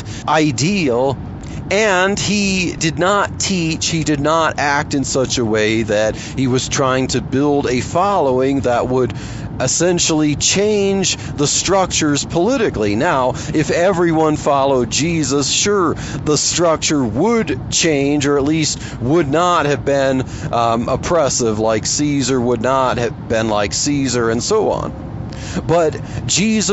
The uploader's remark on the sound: while driving to work